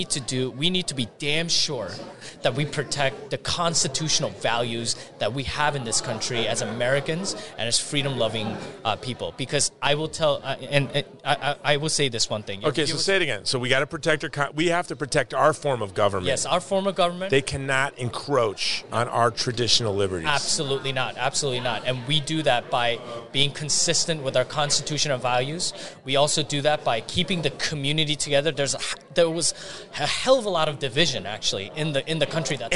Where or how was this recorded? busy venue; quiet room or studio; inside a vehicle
busy venue